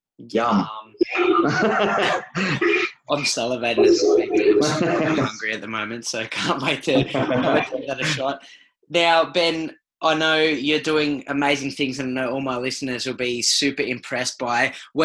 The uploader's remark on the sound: over a zoom call